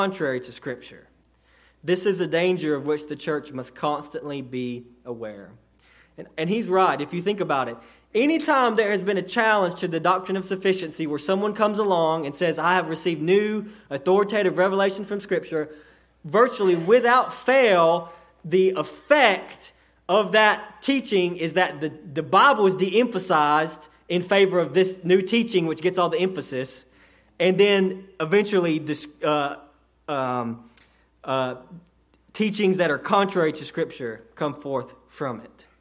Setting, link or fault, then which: setting, large echoing room